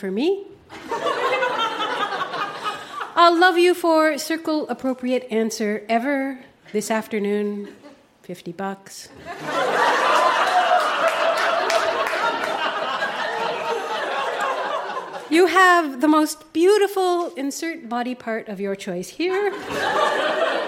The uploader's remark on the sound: Recorded live at the Charlotte Street Arts Centre in Fredericton.